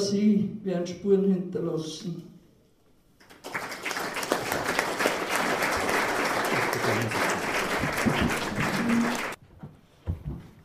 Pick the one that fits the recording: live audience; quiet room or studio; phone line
live audience